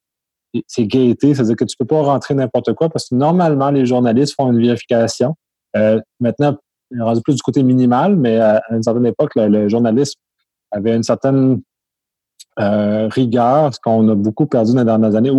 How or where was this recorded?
video call